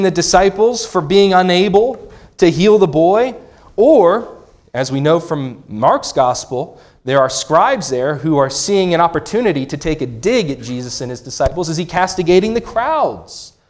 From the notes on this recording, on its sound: This sermon was preached on February 25, 2024 at Antioch Presbyterian Church, a mission work of Calvary Presbytery of the Presbyterian Church in America located in Woodruff, South Carolina.